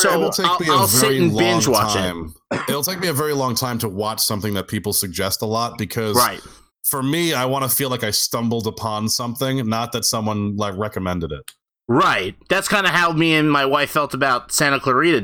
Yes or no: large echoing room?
no